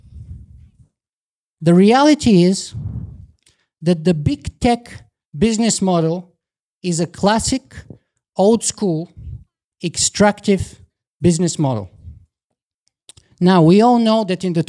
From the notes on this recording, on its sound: This is the short closing speech I delivered at the 2019 Dark Futures meetup in Toronto.